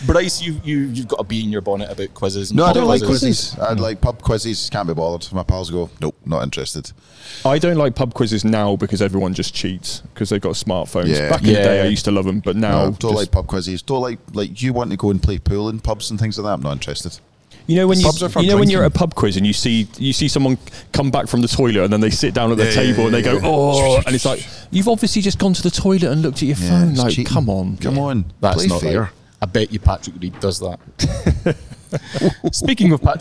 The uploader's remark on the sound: LIVE from Royal Liverpool. Coming to you live from The 151st Open at Royal Liverpool.